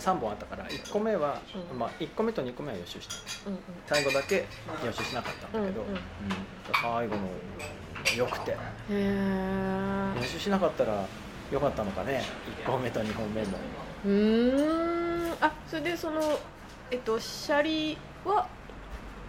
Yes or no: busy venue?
yes